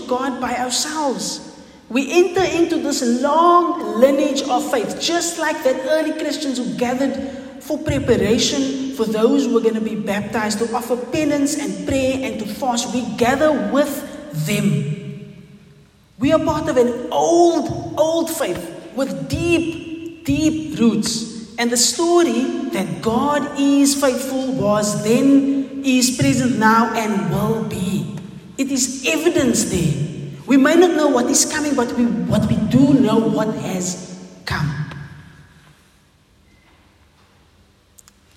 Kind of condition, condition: setting, large echoing room